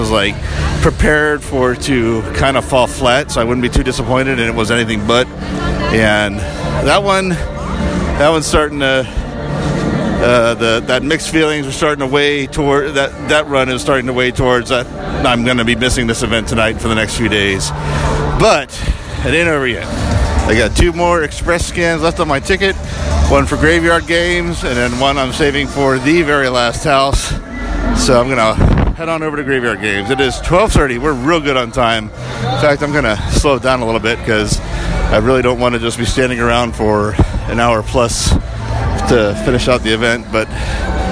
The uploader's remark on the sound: Records his final night at HHN29.